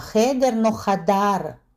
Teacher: «э» наоборот может меняться на «а»